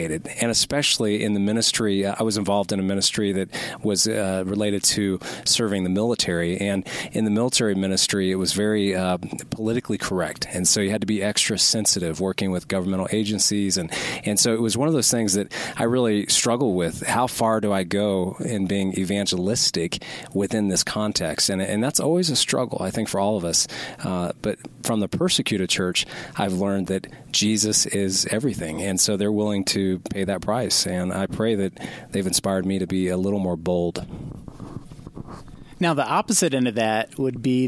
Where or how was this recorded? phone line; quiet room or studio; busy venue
busy venue